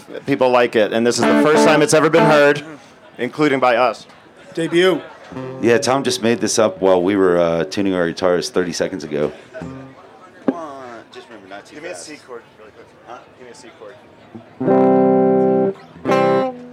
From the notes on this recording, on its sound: We are so happy to share the recording of our Live Event from the Dick's Lot.